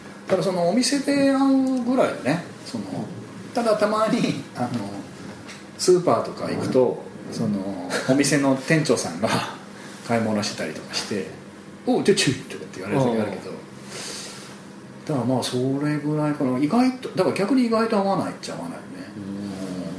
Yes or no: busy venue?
yes